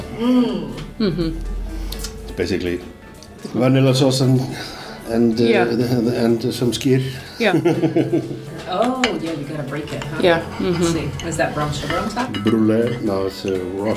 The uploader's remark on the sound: On location in one of Reykjavik’s most famous restaurants, þrír Frakkar.